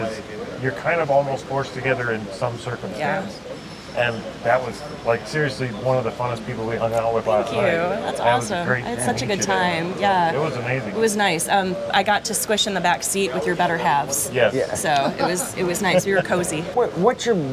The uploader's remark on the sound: Filmed in Front of a Live Studio Audience. Direct from the hotel lobby in Cincinnati OH, we recap an amazing weekend at the Reseller Rally with tons of surprise guests and a live audience.